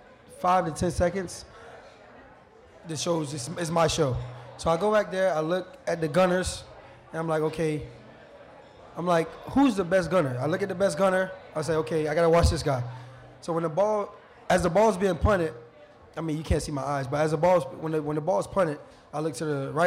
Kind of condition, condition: setting, busy venue